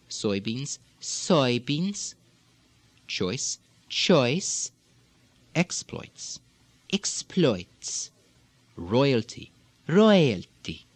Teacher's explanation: the oi, oi, also tending to lilt upward